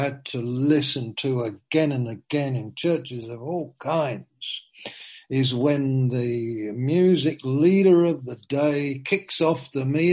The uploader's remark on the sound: (Zoom) - Teign Valley Sessions - 19:00